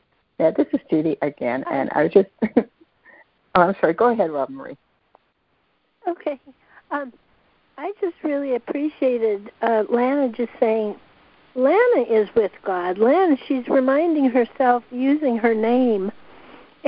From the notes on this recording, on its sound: joining together on a Free Conference Call